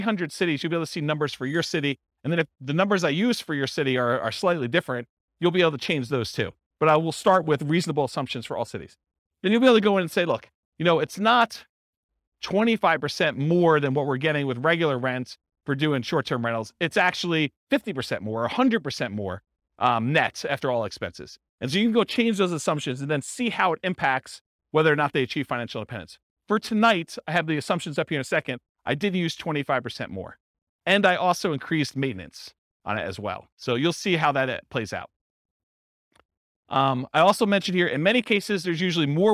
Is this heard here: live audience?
yes